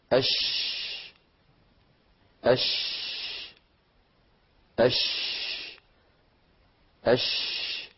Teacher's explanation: فهكذا نجد بأن منشأ صوت الشين من وسط اللسان · Term: التفشي